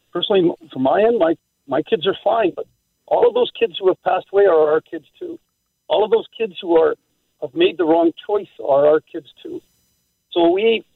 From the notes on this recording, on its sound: Then, we open up the phone lines and get your thoughts on the stolen shopping cart situation.